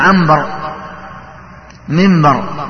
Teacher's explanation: يكتب بالنون ويقرأ بالميم، هذا هو الإقلاب